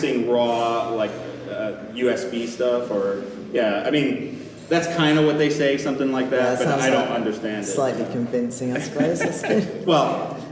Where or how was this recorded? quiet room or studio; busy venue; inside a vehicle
busy venue